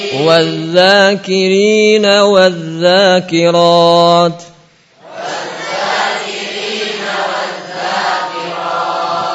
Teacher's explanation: jadi idgham syamsi lamnya hilang karena ada matahari